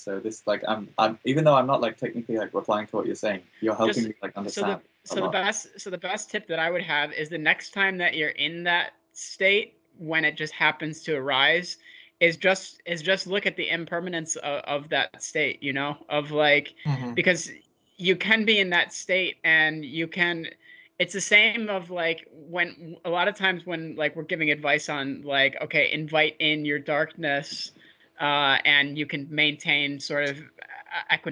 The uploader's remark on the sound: skype calls